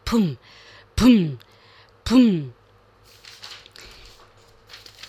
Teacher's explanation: vamos a intentar que nuestros labios exploten. Pues como lo haríamos con el fonema P. Es la única manera de que exploten.